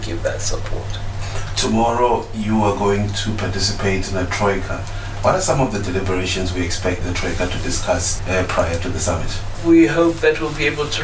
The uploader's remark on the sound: interview with Ubuntu Radio on the sidelines SADC in Kinshasa, DRC